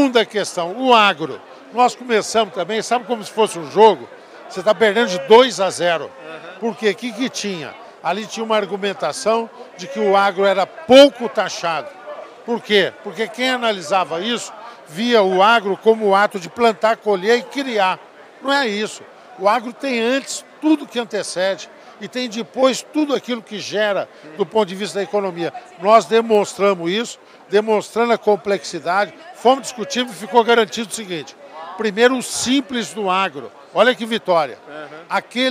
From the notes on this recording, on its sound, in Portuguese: Prosa gravada durante a COOPERCITRUS EXPO 23, em Bebedouro, interior paulista.